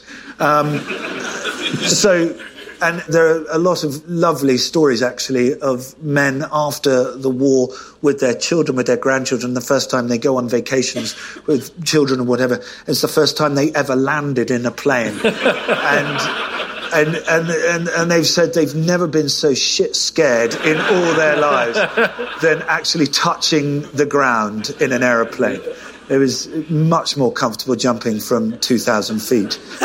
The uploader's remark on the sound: Recorded at Chalke Valley History Festival 2016.